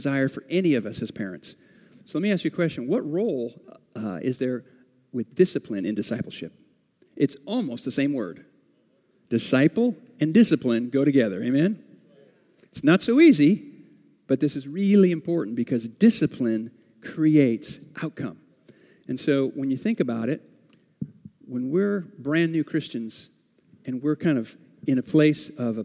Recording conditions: large echoing room